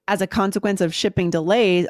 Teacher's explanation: I would actually emphasize the shipping delays